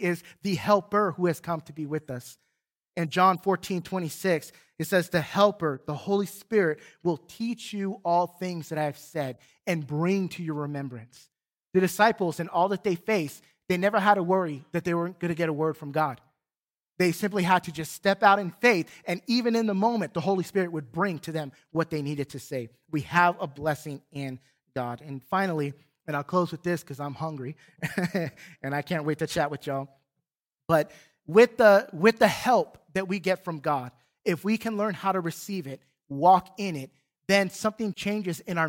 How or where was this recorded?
large echoing room